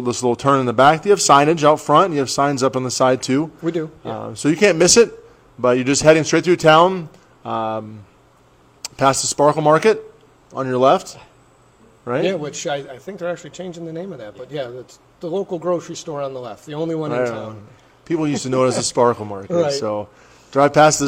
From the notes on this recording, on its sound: We visit Franklin Brewing Company's new location in Grafton Ohio to sample a flight and explore their eclectic tap room